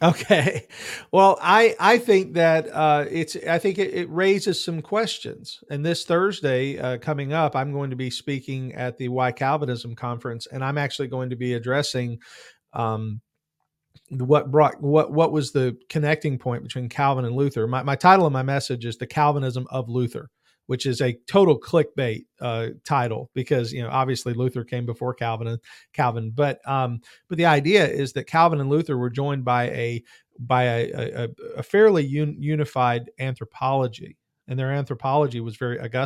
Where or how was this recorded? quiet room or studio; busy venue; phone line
quiet room or studio